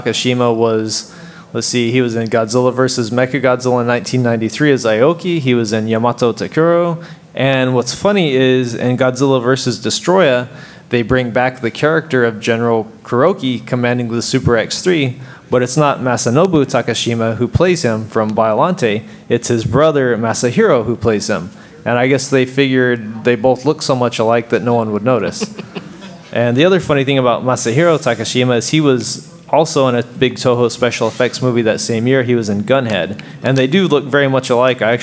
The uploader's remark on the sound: KT Live at G-Fest 2019